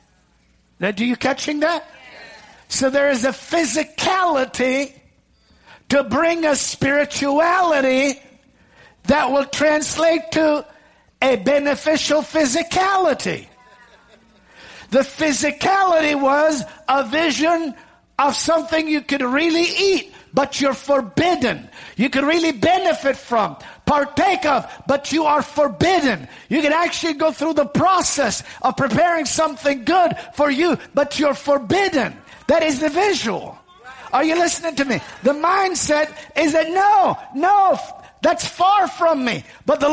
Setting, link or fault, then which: setting, large echoing room